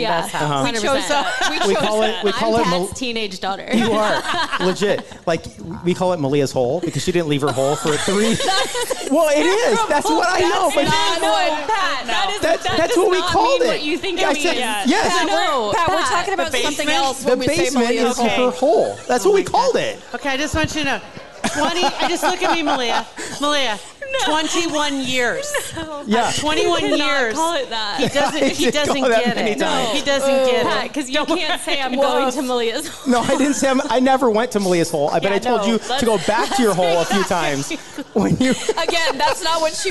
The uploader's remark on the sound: Joined us LIVE at Hail Varsity Club on Thursday! It was a sold out show and it was so much fun!